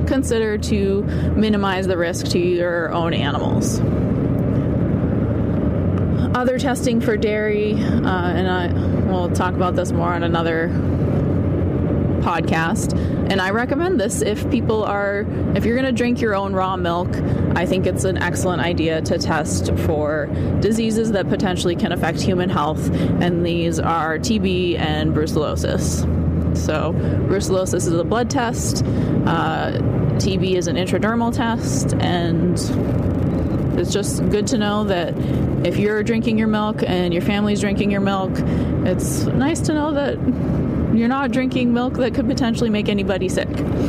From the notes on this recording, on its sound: Recording on the road because that's where I spend my life.